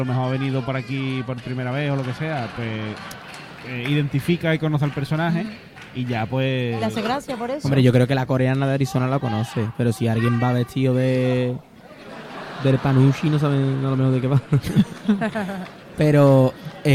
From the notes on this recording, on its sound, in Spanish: En directo desde el Gran Teatro Falla de Cádiz